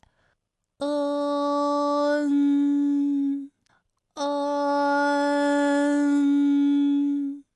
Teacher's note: 吗？对了，就是圆，前鼻韵母是乌安，一个是门，它的前鼻韵母是恩，哎，也就是这三个字里有两个都是前鼻音。再跟我读一遍啊，圆洞门。好，那我们再来对照的看一下恩和乌恩的发音要领。我们在发 N 的时候呢，起点的元音是央元音，舌位是中性，中性指的是什么呢？就是不高不低，不前不后，它在中间，舌尖接触下齿背，舌面隆起部位受韵尾影响略靠前，从央元音，开始，然后舌面升高，舌面的前部抵住硬腭的前部，当舌腭这两者将要接触的时候，软腭下降，同时打开鼻腔通路，紧接着呢，舌面的前部与硬腭的前部闭合，使口腔中受到阻碍的气流从鼻腔里透出，口型是从开到闭，舌位的移动比较小。好，我把刚才说到的这一段发音给大家演示出来。是不是开始呢是开口的，到嗯的时候呢，最后口型是闭住的，舌位的移动是比较小，它几乎是不动的。当然我们一定要注意到的是